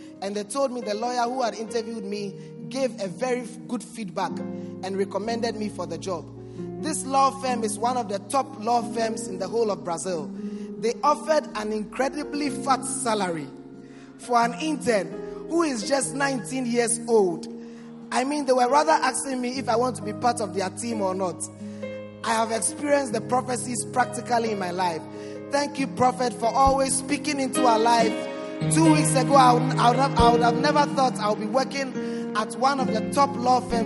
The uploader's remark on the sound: Preached at the First Love Center Accra Ghana